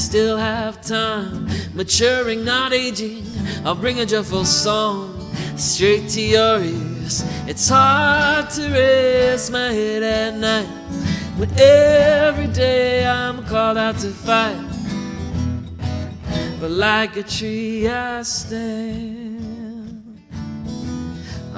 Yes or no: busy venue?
yes